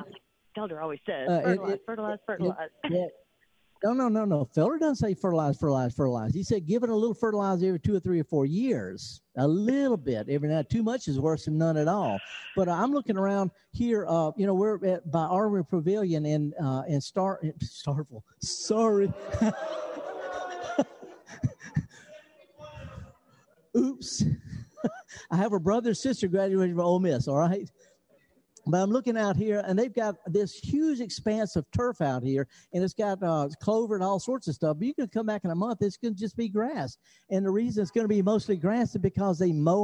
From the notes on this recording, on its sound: Live broadcast of The Gestalt Gardener from the Armory Pavillion in Oxford, MS.